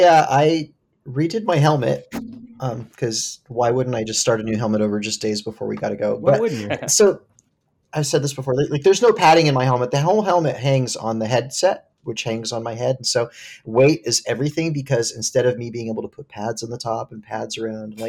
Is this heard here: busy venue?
no